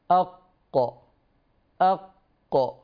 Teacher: حدث علو، حدث ارتفاع في منطقة المؤخرة، في منطقة مؤخرة اللسان · Term: الاستعلاء